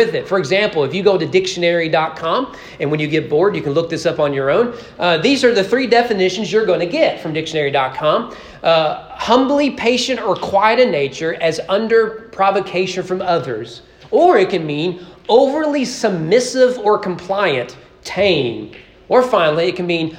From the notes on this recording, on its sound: During morning worship at East Frankfort Baptist Church as part of our Father's Day celebration.